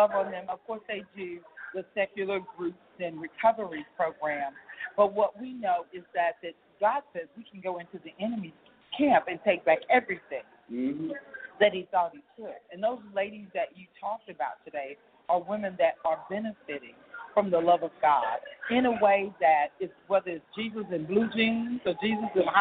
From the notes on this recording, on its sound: We are on location at this year Royalty Conference